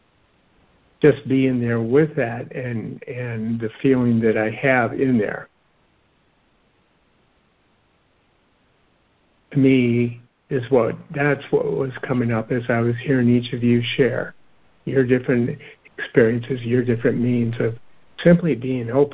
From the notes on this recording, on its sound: A Course in Miracles [ACIM] Students are joining together on a Free Conference Call to study A Course of Love [ACOL].